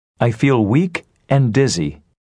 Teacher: Use rising intonation on each item before the last item in a list. Use falling intonation on the last item.